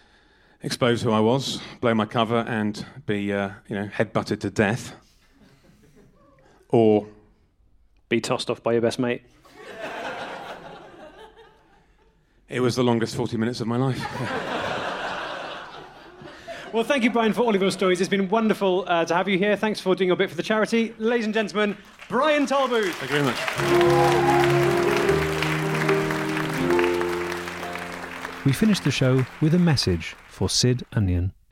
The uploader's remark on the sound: an edited recording of a live show performed at the annual British Beefman’s Luncheon at the London Agriculture Festival